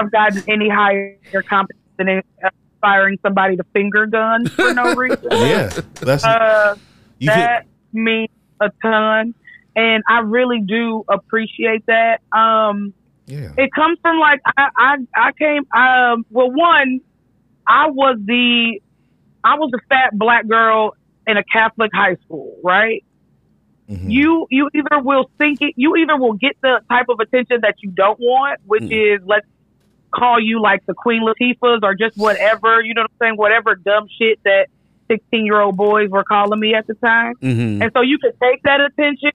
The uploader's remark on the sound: joins us on the phone!